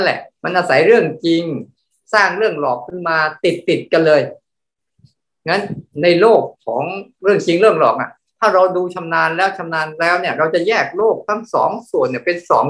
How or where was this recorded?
video call